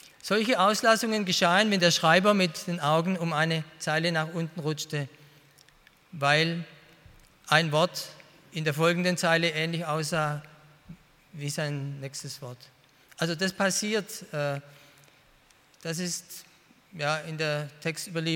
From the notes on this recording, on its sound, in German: bei einer Veranstaltung der Internationalen Hochschule Liebenzell (IHL)